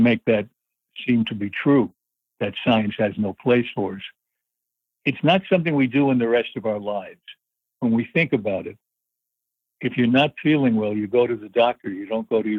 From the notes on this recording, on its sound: Please welcome to The Not Old Better Show via internet phone.